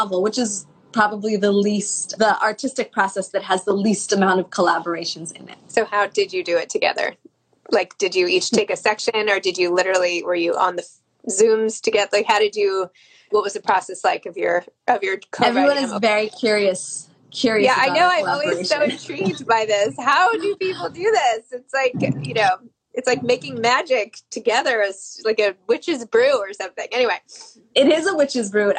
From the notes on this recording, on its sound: an Instagram Live